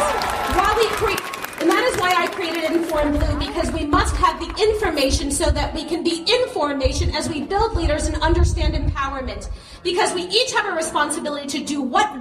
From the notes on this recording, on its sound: It was recorded in the field so audio is not great (but definitely audible)